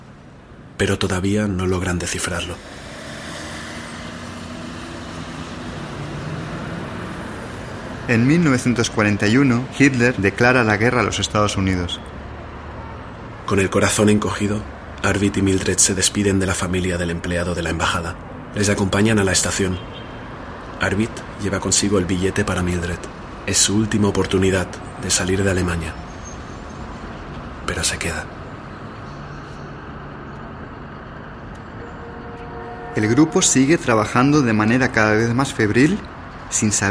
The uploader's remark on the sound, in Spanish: El tour fué grabado en lugares originales en el centro de Berlín. Las voces son de personas cuyos familiares fueron miembros de la resistencia o sufrieron persecuciónes.